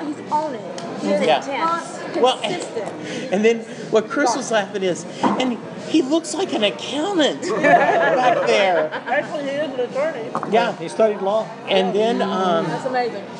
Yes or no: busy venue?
yes